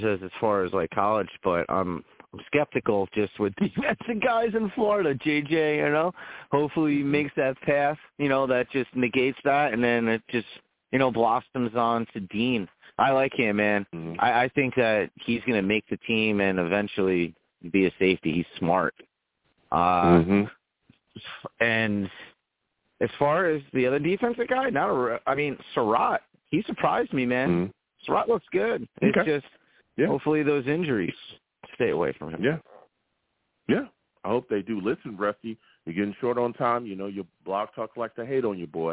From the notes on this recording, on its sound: I take live callers!